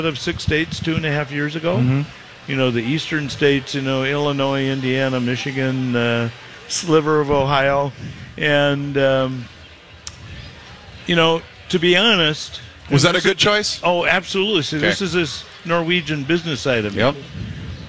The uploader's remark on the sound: Live from the Fair. Live from the Great Minnesota Get Together.